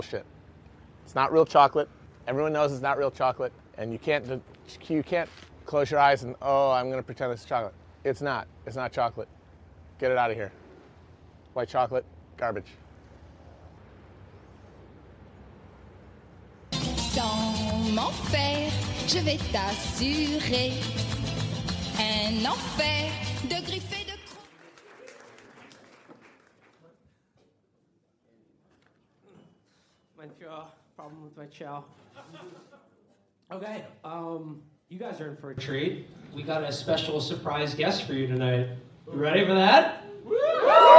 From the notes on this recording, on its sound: Chapo News Network Election Night Live Show. Four hundred of our fellow citizens gathered at Genius HQ.